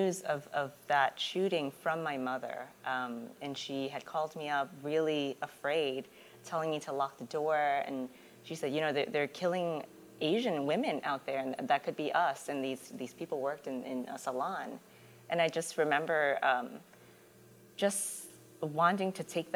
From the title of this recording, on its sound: LIVE Episode!